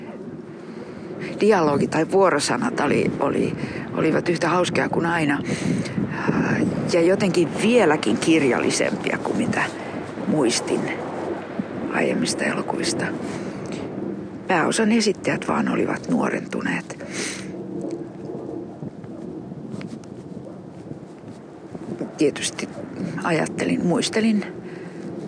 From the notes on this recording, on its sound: a series of conversations in Finnish recorded with a pine tree on the shore of Mustikkamaa Island in Helsinki in 2024